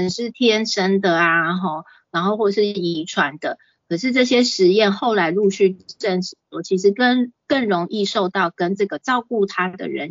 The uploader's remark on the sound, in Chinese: 講座錄音。此為線上課程錄音檔！